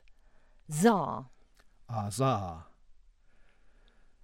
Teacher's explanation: A voiced fortis alveolar fricative